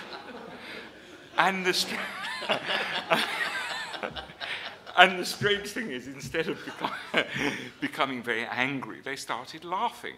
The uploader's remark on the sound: This panel discussion is from the 2012 Annual Meeting of the Property and Freedom Society